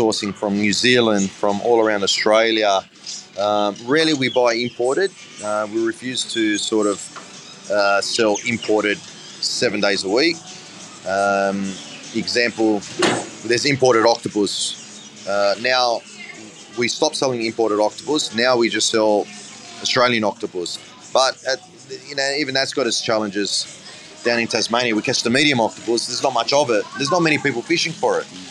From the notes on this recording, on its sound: In this episode we are love on location from the Sydney Fish Market.